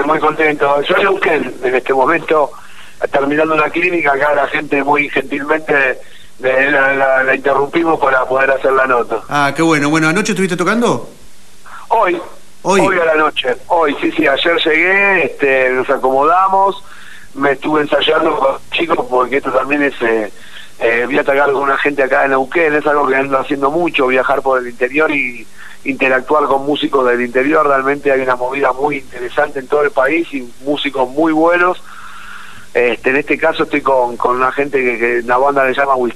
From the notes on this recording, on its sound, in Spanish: Entrevista telefonica